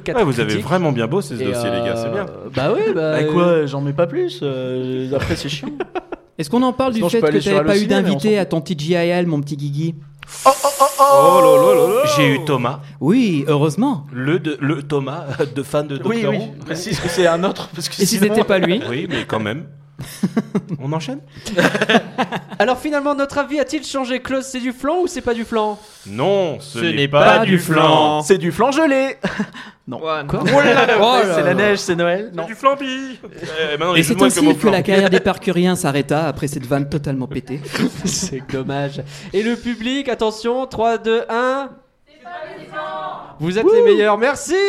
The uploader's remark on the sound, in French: En public. Nous étions en live.